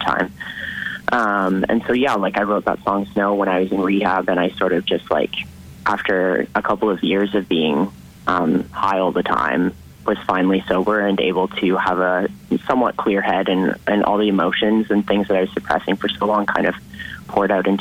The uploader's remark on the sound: on the phone